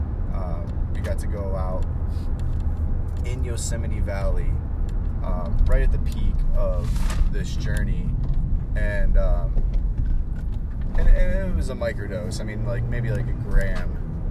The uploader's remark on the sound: While driving through the Sonoma wine region of northern California